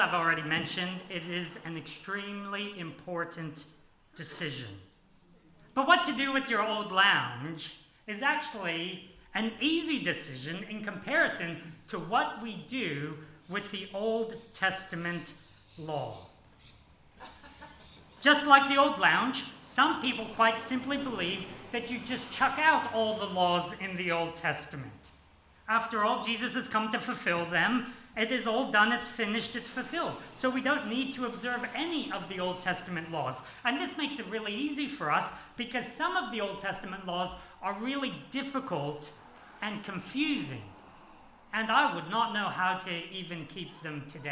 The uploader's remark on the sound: This sermon was preached on 23 April 2023 at all services of Helensburgh Stanwell Park Anglican Church.